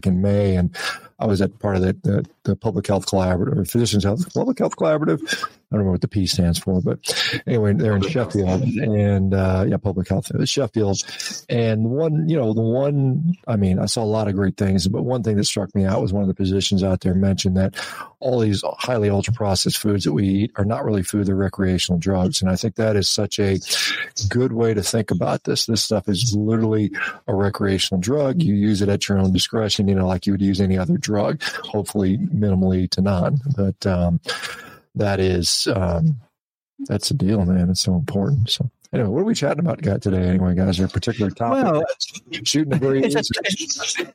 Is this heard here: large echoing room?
no